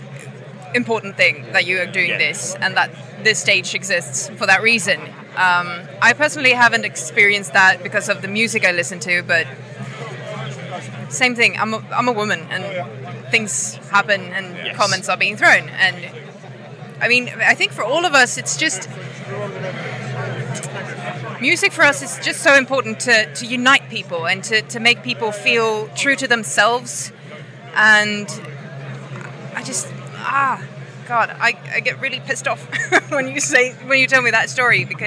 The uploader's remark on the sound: Live from Bloodstock 2023